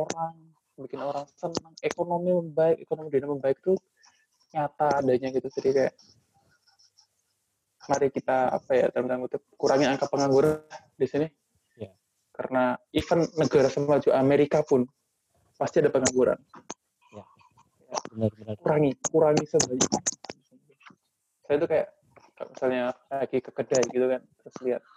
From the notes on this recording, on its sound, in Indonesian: Mohon maaf atas ketidaknyamanan audio (sudah sebisa mungkin diselamatkan, tapi ini hasil paling maksimal).